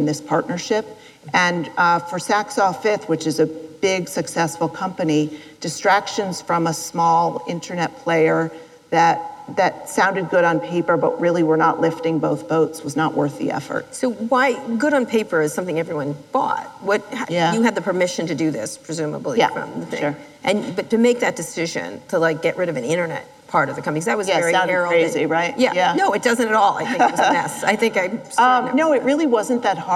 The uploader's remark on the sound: Live interview recorded at An Evening With Code Commerce in Las Vegas.